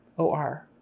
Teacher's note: little tiny little bit of closing up in between the two letters so that we know it's an acronym